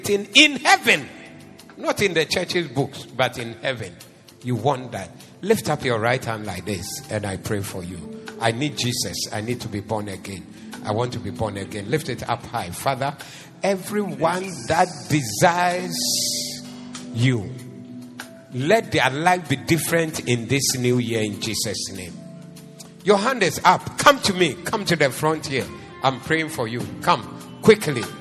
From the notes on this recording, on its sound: Preached at the Zeloo Service